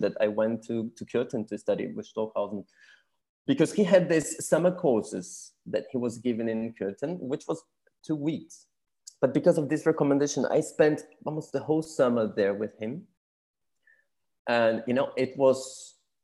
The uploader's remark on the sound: This interview was recorded on 2nd June 2022 via Zoom.